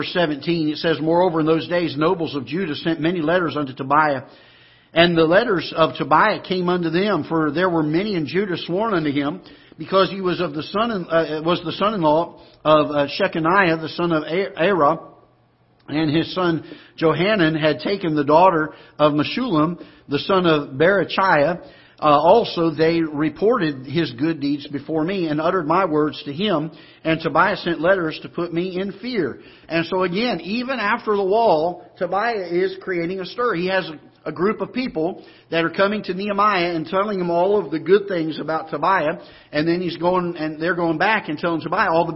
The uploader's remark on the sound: Ketha Heights Baptist Church ~ Live Broadcast